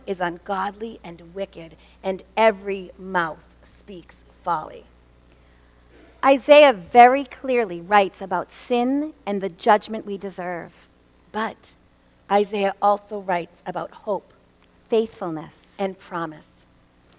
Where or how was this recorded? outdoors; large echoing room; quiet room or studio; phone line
large echoing room